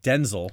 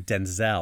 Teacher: And Americans, we call him Denzel. Like, we put the emphasis on the second syllable. · Shown in: second take